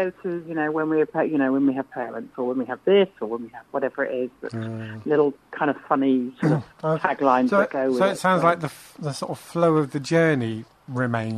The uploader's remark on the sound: joined on the phone